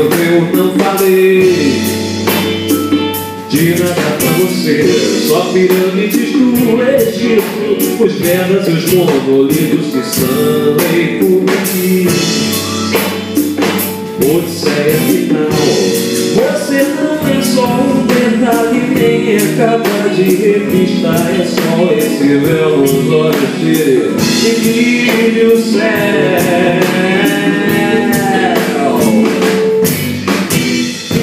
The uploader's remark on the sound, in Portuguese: Ao vivo em Niteroi - RJ - 06/09/2012